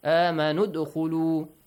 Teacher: You skip hamzatul wasl, you skip harful mad as also.